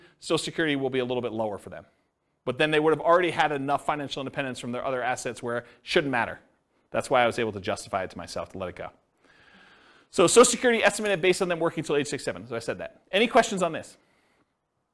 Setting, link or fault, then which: setting, live audience